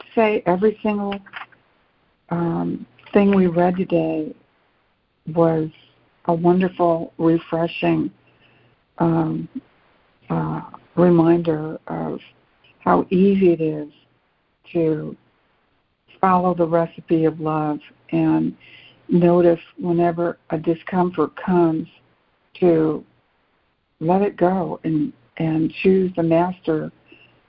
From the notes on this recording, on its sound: ACIM Daily Conference Call